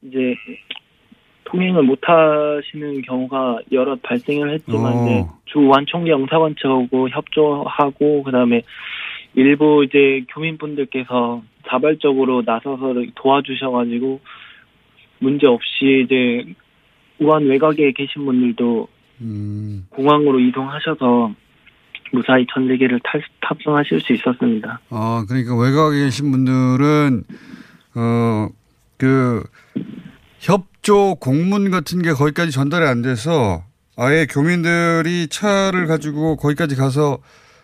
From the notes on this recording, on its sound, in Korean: 전화연결.